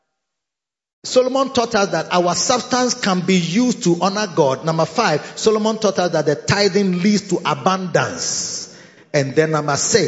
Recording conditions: large echoing room